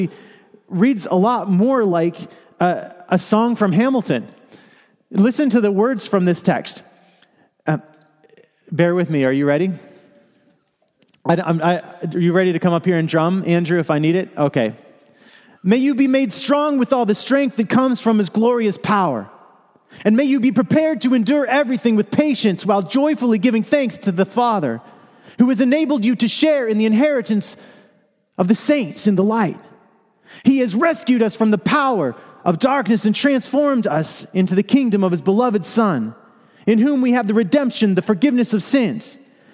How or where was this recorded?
large echoing room